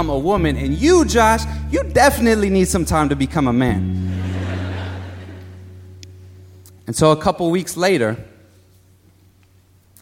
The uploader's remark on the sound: Live at BAM